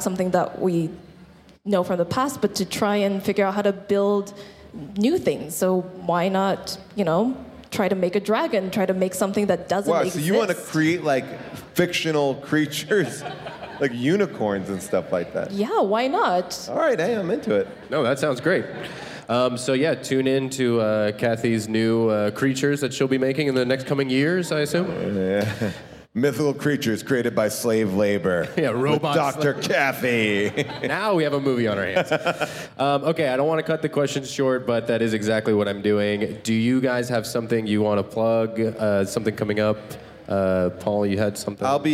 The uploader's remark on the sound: A special live episode.